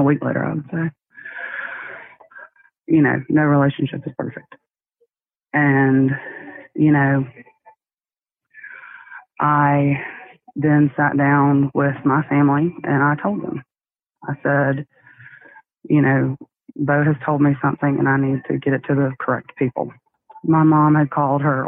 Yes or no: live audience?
no